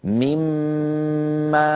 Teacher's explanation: ميمال هكذا ننطقها ممطوطة الغنة أكمل ما تكون · Term: ميم مشددة